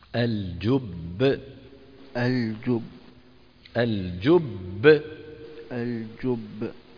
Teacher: الباء الأولى مدغمة والباء الثانية مقلقلة